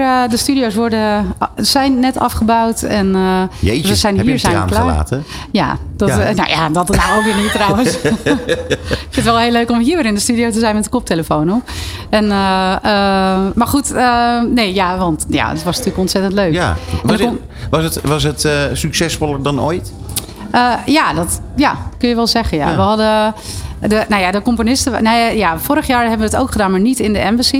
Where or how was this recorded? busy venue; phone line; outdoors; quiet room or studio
busy venue